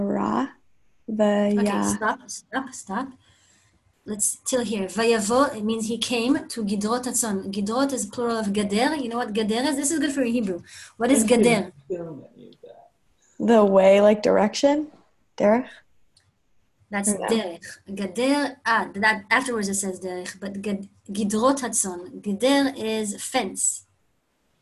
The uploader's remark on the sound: Zoom Class